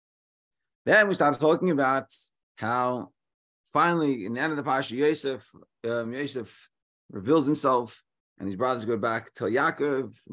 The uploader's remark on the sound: Daily Zoom Shiur